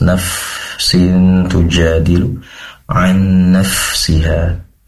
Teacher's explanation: Perhatikan fa dalam hal ini, mengalirnya nafas.